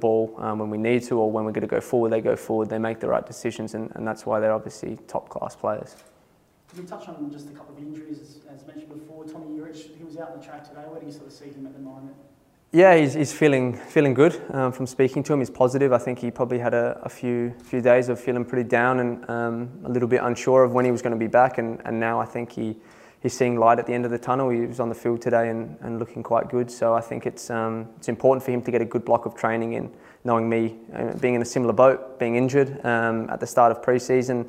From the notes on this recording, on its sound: Press Conference | Matchweek 14.